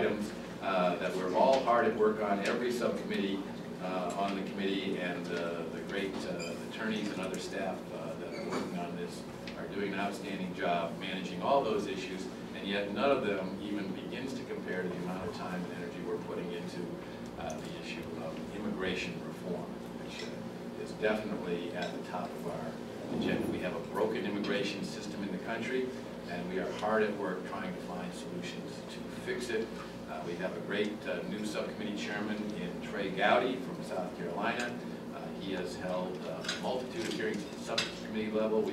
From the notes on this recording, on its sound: appeared before a luncheon meeting of The Ripon Society